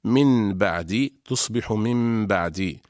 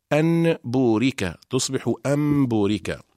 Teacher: القلب لغة هو تحويل الشيء عن وجهه، أما اصطلاحا فهو قلب النون الساكنة أو التنوين عند الباء ميما مخفاة بغنة، نحو قولنا من بعدي تصبح من بعدي، وقول الله تعالى أن بورك تصبح أم بورك.